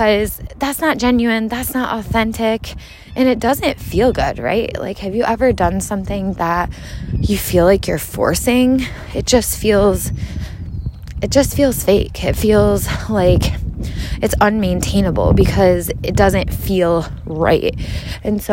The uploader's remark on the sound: Let’s Walk. Take a walk with me, hear the sounds of nature.